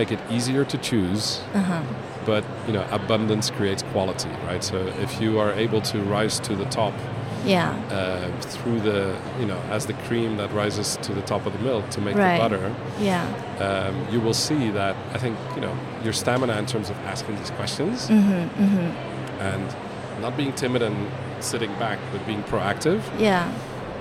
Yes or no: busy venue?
yes